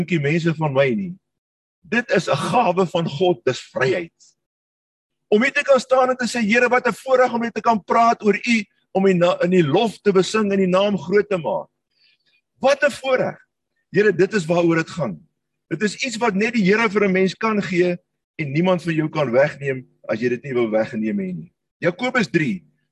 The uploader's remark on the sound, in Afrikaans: Manne van die Woord Zoom Byeenkoms 3 Mei 2022